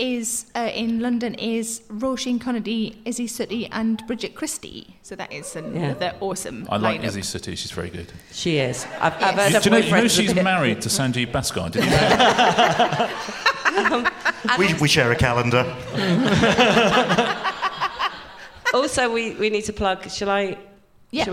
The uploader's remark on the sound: Recorded at The Shaw Theatre, London